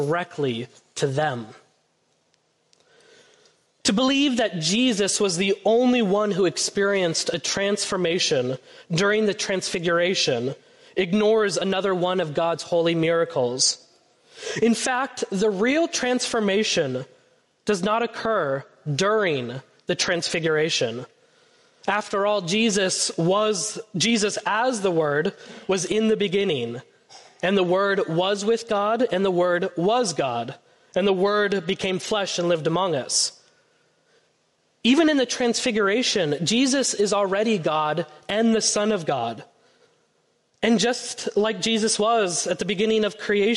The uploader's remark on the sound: Preached on Sunday, February 11, 2024 at First Presbyterian Church of Allentown. A special song performed by our Faith Formation children.